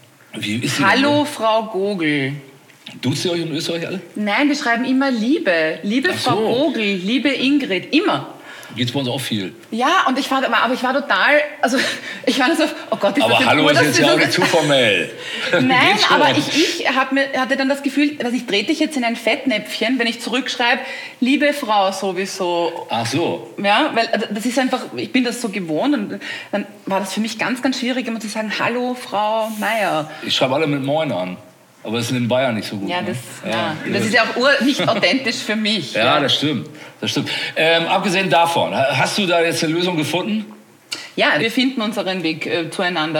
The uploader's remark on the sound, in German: in unserem Live-Podcast „Monsters of Content Marketing” live vom #KKongress in Berlin